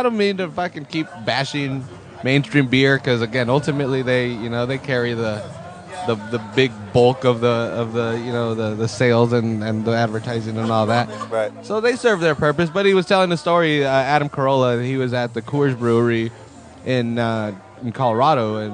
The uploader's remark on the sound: This is a special episode recorded at Lagunitas Brewery in Petaluma.